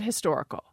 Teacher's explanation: The issue with historical is that the stress has moved to the second syllable.